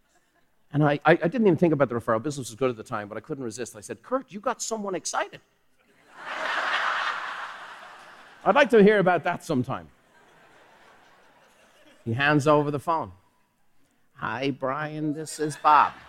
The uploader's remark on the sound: Recorded live at the Buffini & Company MasterMind Summit.